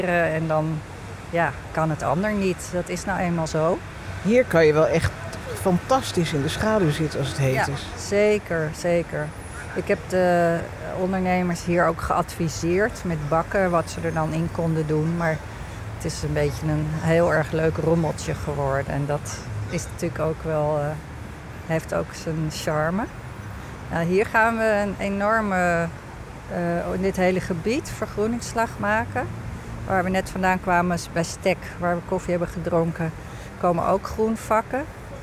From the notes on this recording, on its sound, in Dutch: Knowledge Mile Wandeling. In deze aflevering wandelen we door het gebied.